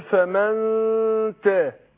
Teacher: خد بالك من إخفاء النون عند التاء أقول فمن تاء فقولش فمن لا الغن هنا مرققة واخد بالك